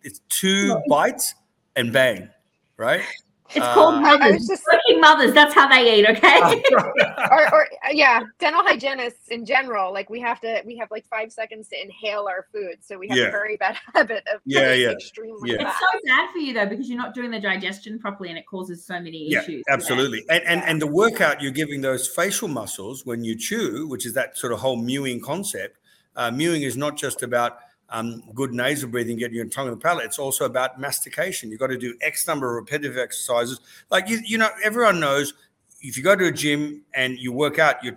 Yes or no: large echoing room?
no